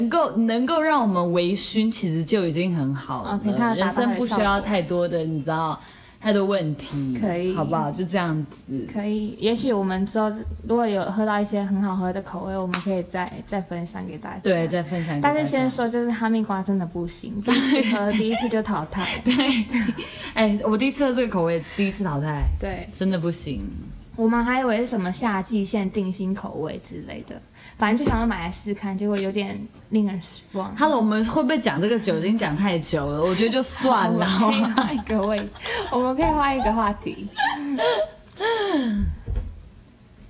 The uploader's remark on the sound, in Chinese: 背景音有一些小孩的玩耍與呻吟聲，我們暫停無數次排除噪音來源，希望下次我們可以有安靜不被打擾時間錄音哈哈哈。